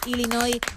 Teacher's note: Así que Illinois y la S. Así que bravo, sin pronunciar la S final